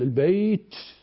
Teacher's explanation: عندما أقول البيت مع نفخة خفيفة لم يهتز الوتران، تحقق التاء · Term: مهموسة